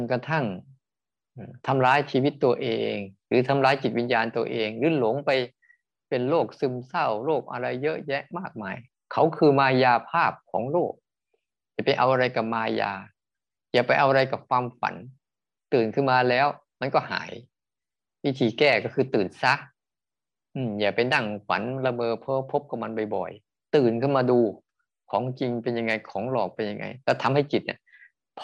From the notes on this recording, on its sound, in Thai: คอร์สออนไลน์ (ผ่านโปรแกรม Zoom)